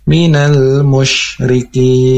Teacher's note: Karena di sini huruf shin, atau harus keluar dibarengi dengan nafas